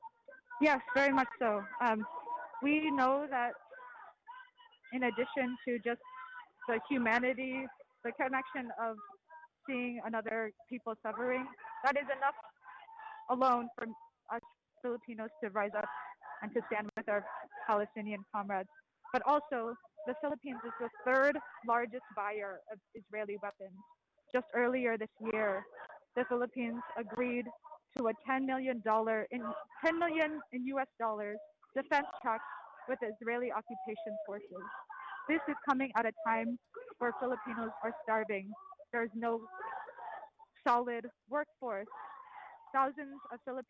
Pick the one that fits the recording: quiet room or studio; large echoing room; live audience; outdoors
outdoors